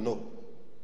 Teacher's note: ਆਵਾਜ਼ ਹੋੜਾਂ ਦੀ ਕਰੋ, ਉਹਦੀ ਆਵਾਜ਼ ਲਓ, ਪਰ ਉਹਨੂੰ ਲੰਬੀ ਨਾ ਜਾਣ ਦਿਓ। ਜਿਵੇਂ ਕਿ ਵੀ ਜਿਹੜੀ ਹੋੜਾ ਹੈ ਨਾ, ਉਹ ਗੁਰੂ ਮਾਤਰ ਹੈ, ਲੰਮੀ ਆਵਾਜ਼ ਦੀ ਮਾਤਰ ਹੈ ਇਹ। · Term: ਹੋੜਾਂ ਦੀ ਆਵਾਜ਼